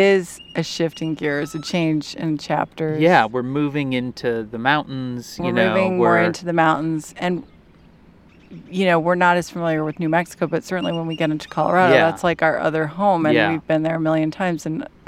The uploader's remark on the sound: Sitting outside on their last night in Carlsbad, New Mexico. Listen to the final bird calls in Carlsbad.